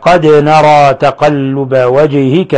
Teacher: قوله تعالى قد نرى تقلب وجهك في السماء، قاف الدال سكنت ساكنة فتقلقل، قد نرى تقلب وجهك، جين ساكنة أيضا تقلقل، دال هنا تقلقل لسكونها والجيم هنا تقلقل لسكونها